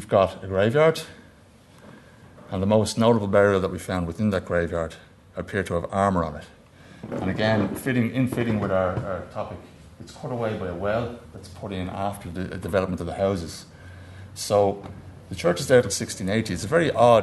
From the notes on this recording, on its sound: at the 2022 Tudor and Stuart Ireland Conference.